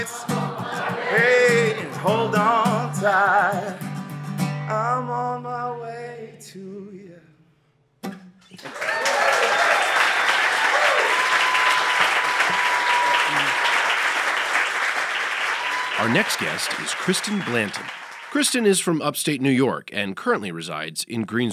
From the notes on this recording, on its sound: Each installment of Crash Radio features local musicians, writers, and storytellers presented as a live event in Asheboro, NC, which is then edited for broadcast on WKXR 94.9FM. This episode was recorded live at The Table in Downtown Asheboro.